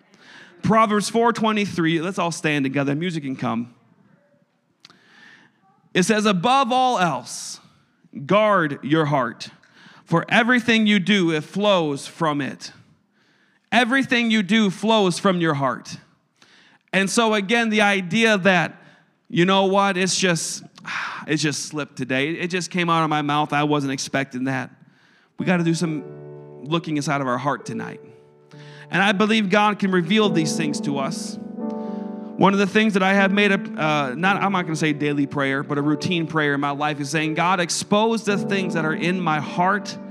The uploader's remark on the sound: a service recording from Connect Point UPC